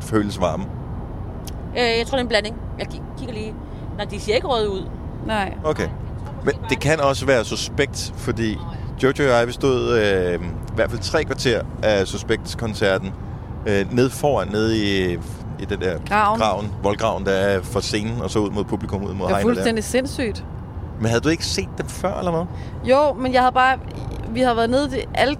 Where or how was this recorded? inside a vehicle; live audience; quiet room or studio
inside a vehicle